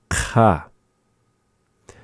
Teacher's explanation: we get that area at the back of the mouth towards the uvula in which we make these sounds. Sometimes these sounds are also called uvular sounds, relating to that of the uvula.